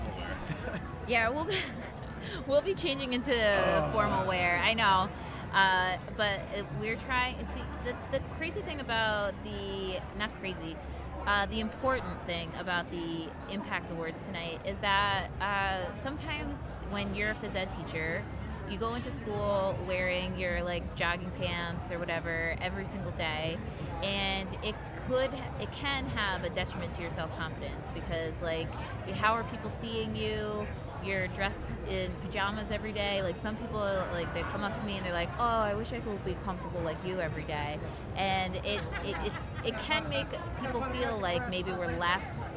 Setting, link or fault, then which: setting, busy venue